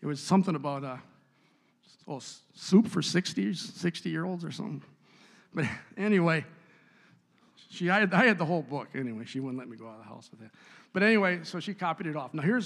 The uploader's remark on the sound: a service recording from Connect Point UPC!